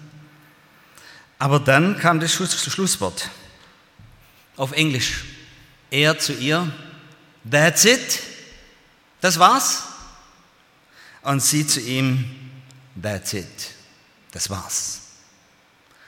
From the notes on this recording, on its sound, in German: aus dem Gottesdienst der Liebenzeller Mission